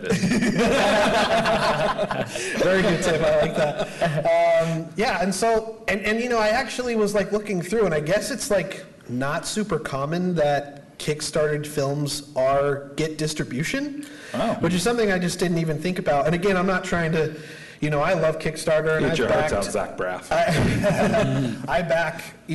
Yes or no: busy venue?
yes